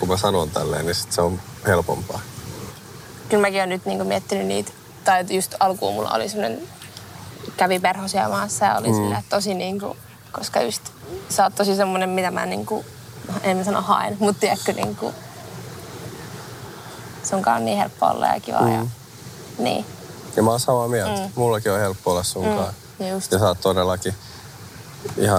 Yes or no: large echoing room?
no